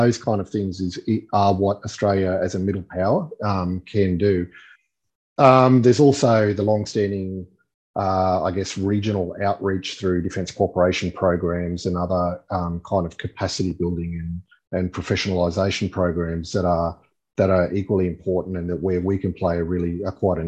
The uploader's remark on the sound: In this webinar, an expert panel considers where conflict is likely.